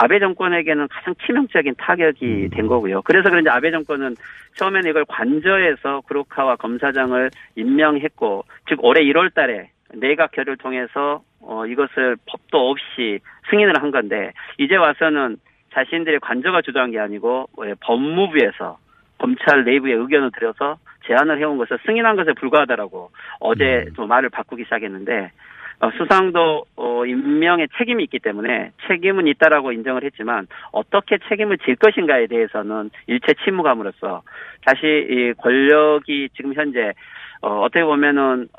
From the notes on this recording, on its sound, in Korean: 전화연결